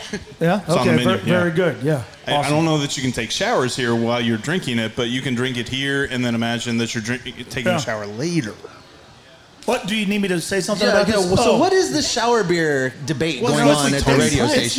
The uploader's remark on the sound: LIVE from Fretboard Brewery